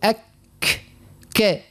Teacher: الشدة متاعه تبدأ في بداية الحرف